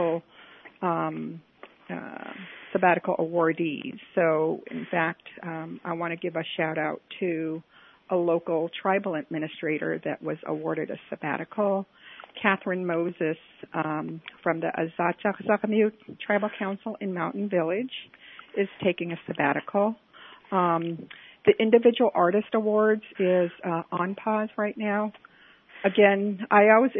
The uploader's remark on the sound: Joining us today on the phone